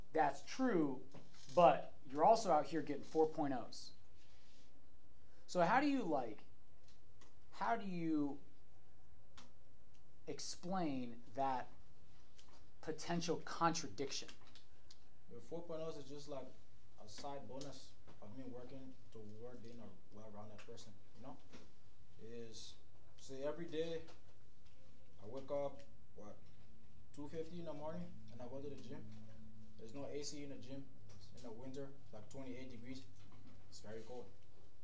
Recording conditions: uneven or low level